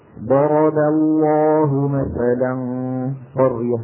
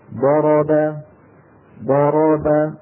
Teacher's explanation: زمن ضا يساوي زمن را يساوي زمن با، ضرب. إذن الحركة تسوي بين أزمنة نطق الحروف.